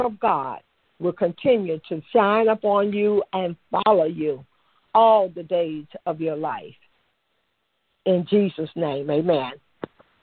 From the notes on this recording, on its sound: Monthly youth conference call